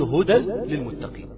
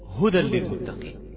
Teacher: تمام، راح قابلك واحد من اللي هم اللي حاضرين دوره تجويد لسه مبتدئ، قال لك لا، هدى للمتقين، دخل التنوين في اللام لان ده ادغام · Shown in: second take · ده اسمه ادغام.